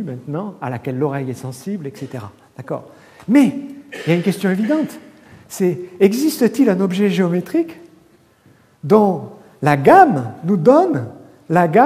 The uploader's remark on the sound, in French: Colloque de rentrée 2011 du Collège de France